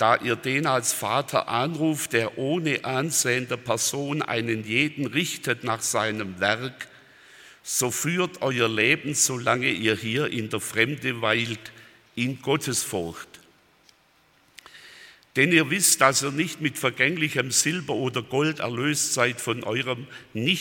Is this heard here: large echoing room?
yes